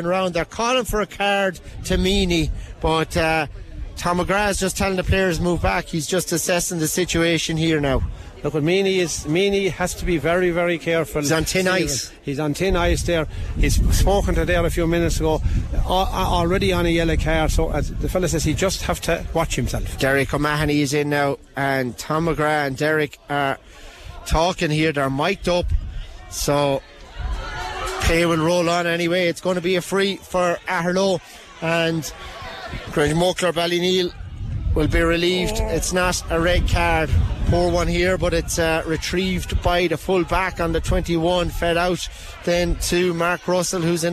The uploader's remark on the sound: LIVE Commentary. Listen back to Tipp FM's coverage of the 2023 Tipperary intermediate football championship final replay.